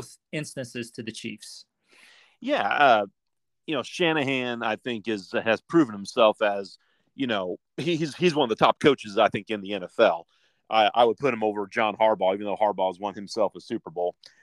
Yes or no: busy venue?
no